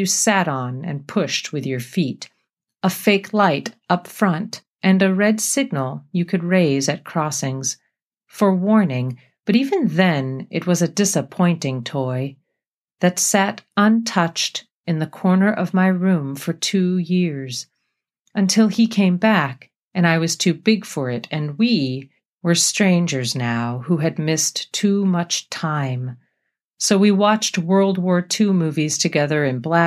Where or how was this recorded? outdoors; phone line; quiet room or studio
quiet room or studio